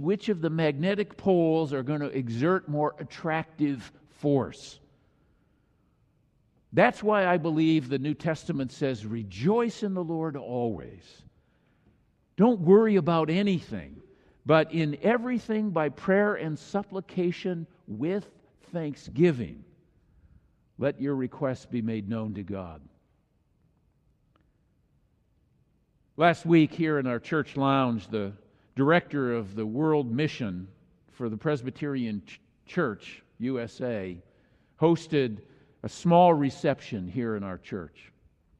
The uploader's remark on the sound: Thanksgiving message on this Christ the King Sunday was delivered during the Traditional Worship service.